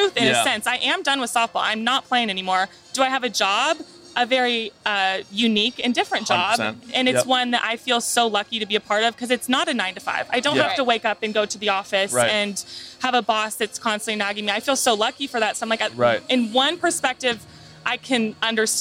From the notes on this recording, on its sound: At Fenway Park in Boston for this week's episode!